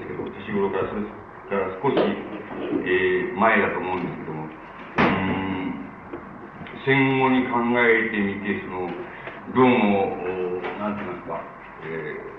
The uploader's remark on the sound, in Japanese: 音質：３。場所：学習院大学 教室。学習院大学の教室で行われた講演。別の話し声が聞こえるところがあり、 残響音が目立つ部分もある。途中で音声が遠くなるのは。